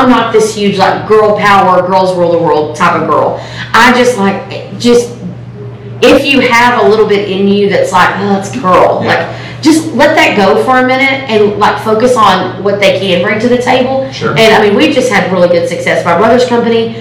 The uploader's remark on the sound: on location in Austin, TX for ServiceTitan's Marketing for the Trades Summit!